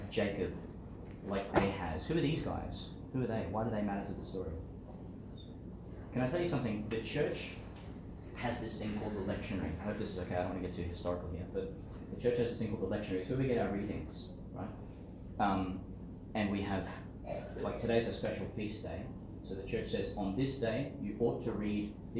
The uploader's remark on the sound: delivered in to some of the children at St John the Baptist Primary School, Gladstone, Qld.